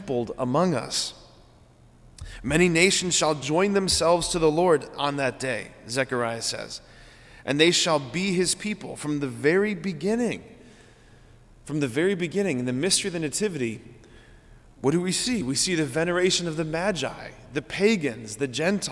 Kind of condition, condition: setting, large echoing room